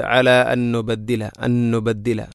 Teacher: അല അൻ നുബദ്ദില, ഇവിടെ അൻ സുക്കൂനുള്ള നൂനിന് ശേഷം വീണ്ടും നൂന്. അപ്പോൾ ഒന്നാമത്തെ നൂനിനെ രണ്ടാമത്തെ നൂനിലേക്ക് ഇദ്ഗാം ചെയ്യുന്നു